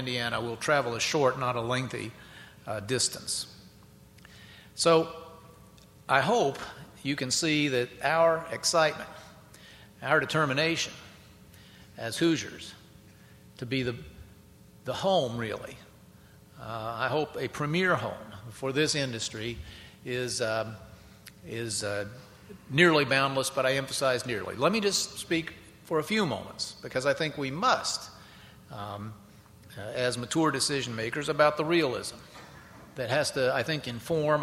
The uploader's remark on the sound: keynote address at WIndiana 2009